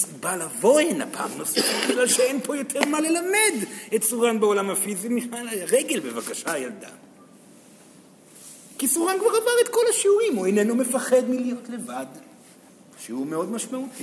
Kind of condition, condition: setting, live audience